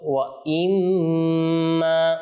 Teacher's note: দেখুন এই আয়াতের মধ্যে মিম তাসদীদ, তো মিম তাসদীদ হলে কি করতে হয়, অবশ্যই গুণনা করব